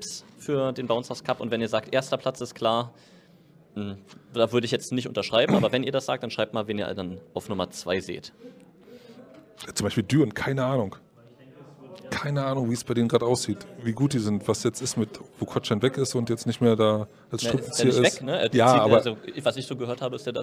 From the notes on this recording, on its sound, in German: Live von der Saisonauftaktfeier. Hinweis: Hierbei handelt es sich um den Mitschnitt der Liveübertragung auf Twitch.